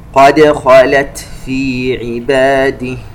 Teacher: نقلق الدال قد، وعندنا الهمس في التاء الساكنة